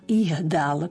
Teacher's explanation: Zase nám to ich mení na ich dal, pretože spájame neznelú so znelou a vieme, že to d znelé nám neznelé ch zmení na znelé h